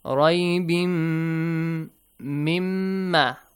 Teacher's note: So nun sakin is there and plus mim, idgham, with gunna.